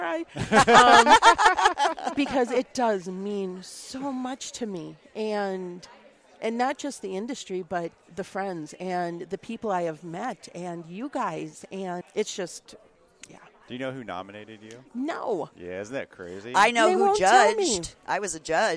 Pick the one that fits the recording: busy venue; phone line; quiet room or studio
busy venue